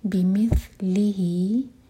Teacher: آگے بمثلہی، یہاں پر سین کی آواز نہ ہے، بمث نہیں ہے یہ، ث زبان آپ کی اوپر والے دانت کو ٹچ کرے گی اور پھر ہم ث پڑھیں گے.